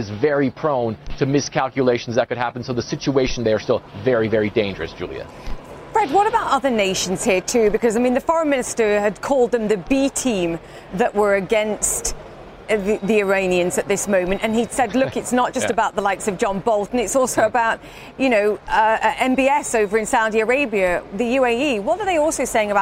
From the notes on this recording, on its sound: live at the New York Stock Exchange